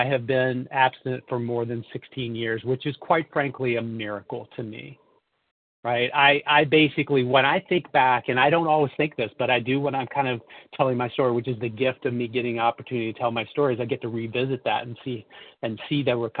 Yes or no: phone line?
yes